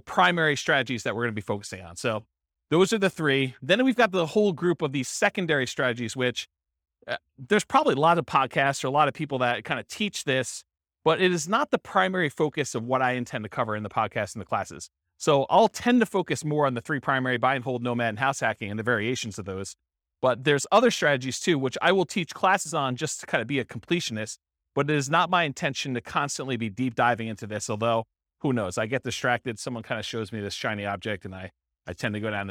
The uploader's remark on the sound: This was a live class recorded